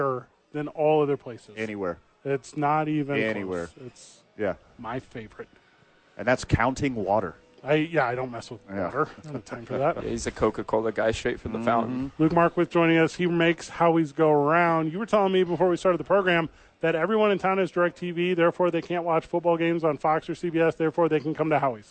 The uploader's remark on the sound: The Bois are live from Howie's Sports Page.